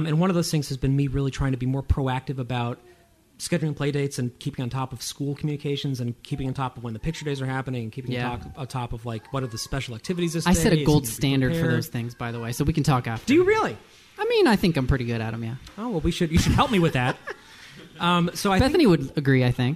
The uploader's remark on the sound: Just Winging it Live! Chat with an audience at the Somerville Armory Cafe.